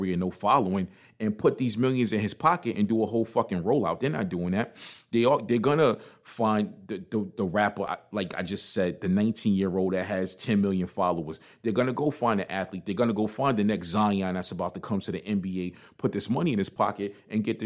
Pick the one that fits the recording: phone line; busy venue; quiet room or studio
quiet room or studio